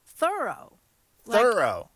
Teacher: their friend's name was pronounced Thoreau, with the accent on the first syllable